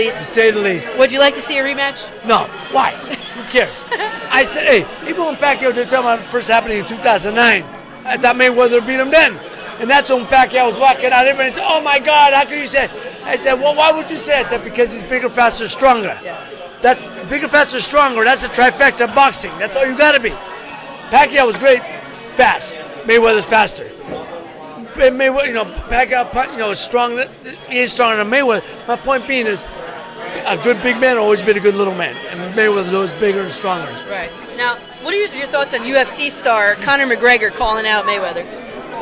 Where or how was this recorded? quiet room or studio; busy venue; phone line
busy venue